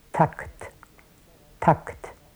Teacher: Dann kommt eine Pause von 50 Millisekunden, bevor das A überhaupt zu hören ist. Das A ist sehr lang, das ist ungefähr 150 bis 200 Millisekunden lang. Und dann kommen dicht hintereinander das K und das T, also die beiden auslautenden Explosivlaute.